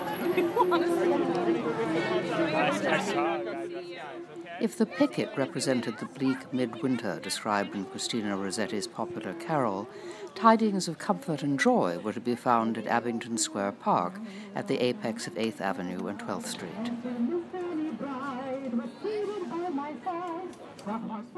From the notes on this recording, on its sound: The sound of the picket line at the New School’s flagship University Center building at 5th and 13th Street bore witness to month-long strike by the University’s part-time faculty.